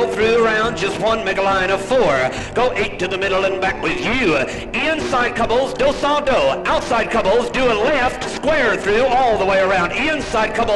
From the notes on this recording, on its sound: A first for this podcast series, here is track two of an actual dance. A live orchestra. Recorded in Los Angeles, California.